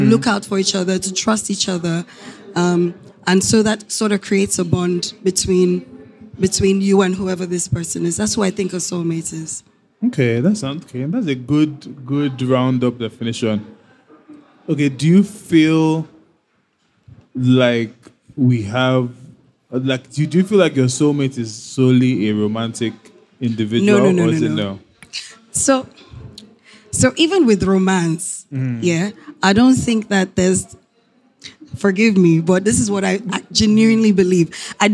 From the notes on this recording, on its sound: LIVE at AfricaNXT